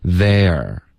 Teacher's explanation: 大家要注意它是有一个滑动，一个 a 滑到 r，所以别发得太钝